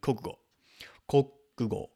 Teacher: But when it's said quickly, they're going to take the U out of the middle there